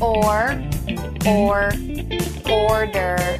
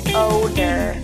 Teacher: The word order has this O sound, followed by a tiny R sound, like or, while odor contains this O sound.